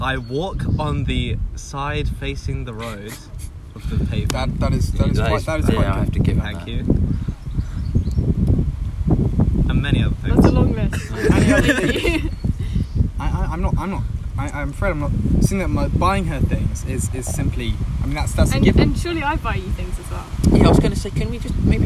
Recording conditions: wind noise